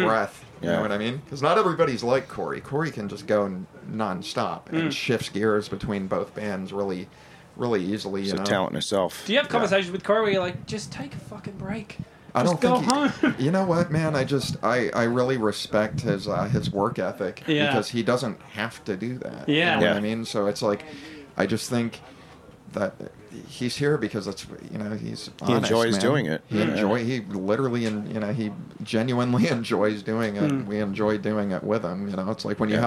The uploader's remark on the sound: Good Things Festival 2018. We were backstage at Good Things Festival in Sydney this month.